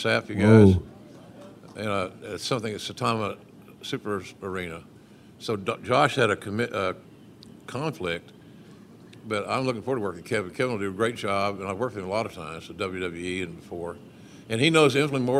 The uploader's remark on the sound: live from Starrcast in Chicago